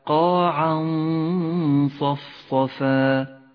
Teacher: أيضا لاحظ حكم الإخفاء في قوله تعالى قاعا صفصفا، التنوين مع حرف الصاد، يخفى التنوين بحرف الصاد ويغن بمقدار حركتين من غير تشديد